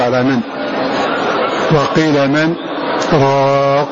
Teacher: يسكت عليها سكتة خفيفة من غير تنفس